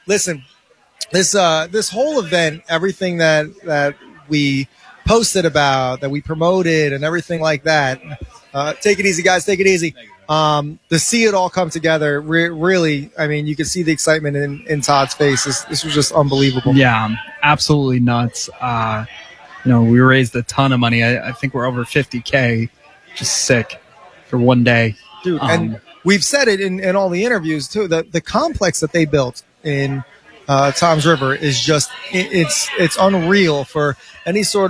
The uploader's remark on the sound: LIVE from the 1st Annual Todd Frazier Pong Tournament.